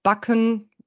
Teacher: Also beide Lippen sind beteiligt und geschlossen in dem Fall. Also auf jeden Fall nicht geöffnet und da kann eine Fehlerquelle passieren, dass wir zum Beispiel bei Backen die Lippen sehr, sehr leicht nur schließen oder leicht geöffnet lassen. · Term: bilabiale Laute